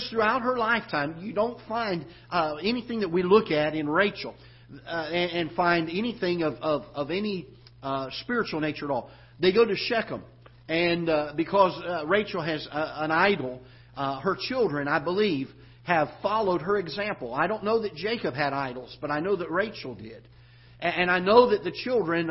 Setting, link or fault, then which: setting, large echoing room